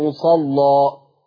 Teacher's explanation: ولما فتحنا الألف غلظنا اللام مصلى · Term: تغليظ اللام